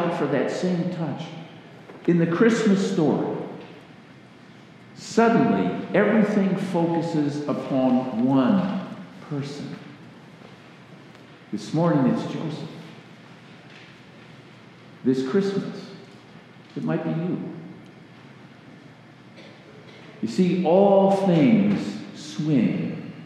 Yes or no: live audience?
yes